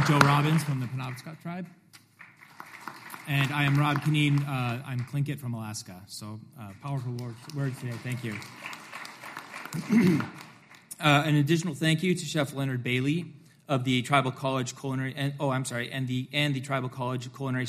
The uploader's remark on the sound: share the stage at the White House Tribal Nations Summit